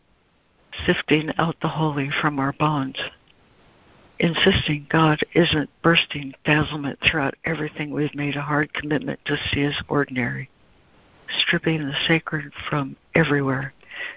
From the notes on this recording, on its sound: ACIM Daily Conference Call